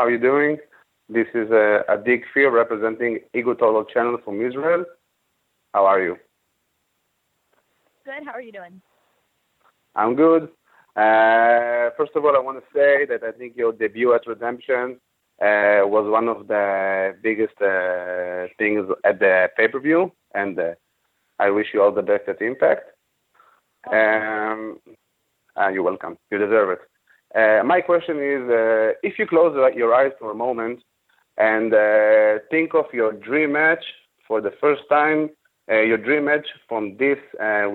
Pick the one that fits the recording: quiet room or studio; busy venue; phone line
phone line